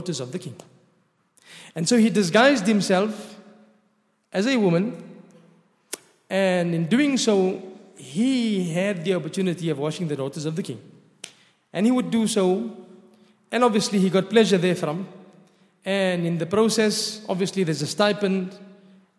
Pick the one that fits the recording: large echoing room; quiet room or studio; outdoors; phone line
large echoing room